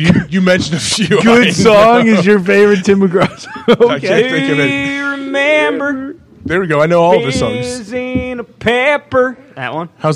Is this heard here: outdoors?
yes